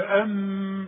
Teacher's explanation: ام تريدون، ام ميم عليها سكون، ما دام الميم عليها سكون ما تغنهاش